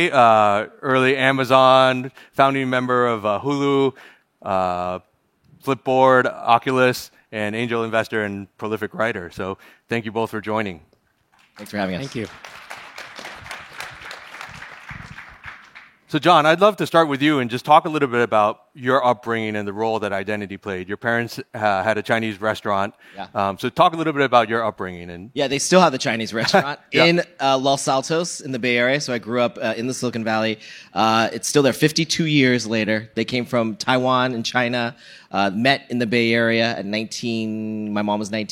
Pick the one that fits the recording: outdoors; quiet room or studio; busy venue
busy venue